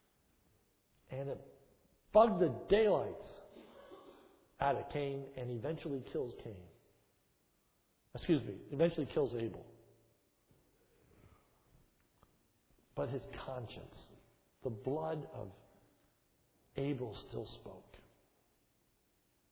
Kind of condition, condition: setting, large echoing room